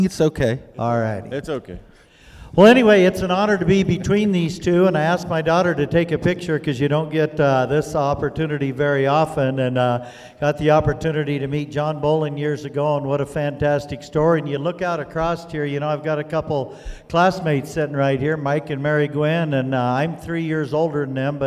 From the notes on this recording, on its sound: The final live broadcast from Across the Pond Tour in Brush, CO.